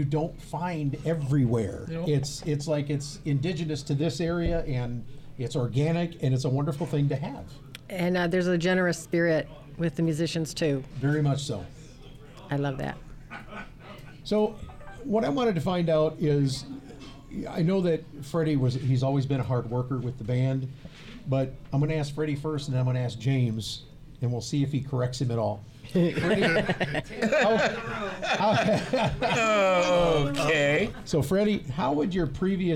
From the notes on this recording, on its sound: This episode of Time Signatures was recorded live at Moriarty's in Lansing, Michigan.